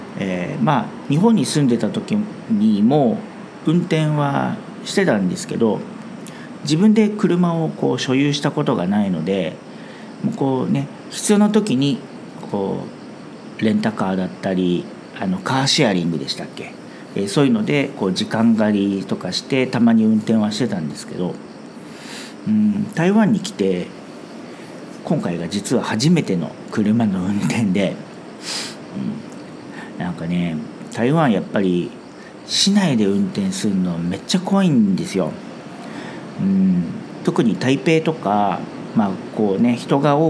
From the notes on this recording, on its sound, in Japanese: 台湾最南部のリゾート地 墾丁に休暇で訪れました。雑音のように聞こえる音は波の音なんです。